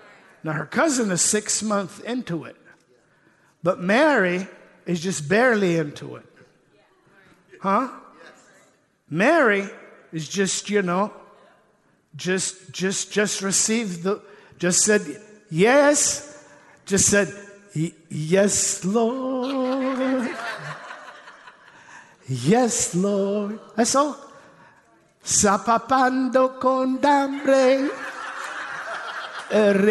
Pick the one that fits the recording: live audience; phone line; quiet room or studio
live audience